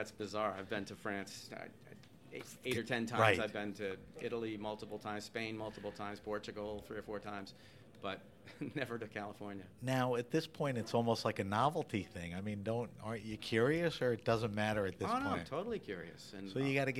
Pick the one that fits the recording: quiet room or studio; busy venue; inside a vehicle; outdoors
busy venue